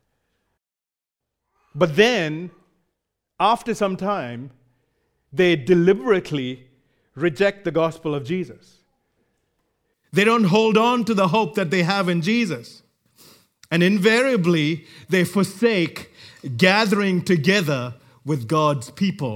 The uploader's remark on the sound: Recorded live at Grace Community Bible Church.